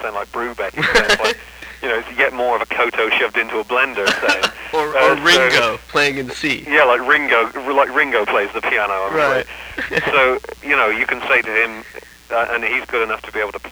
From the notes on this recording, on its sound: over the phone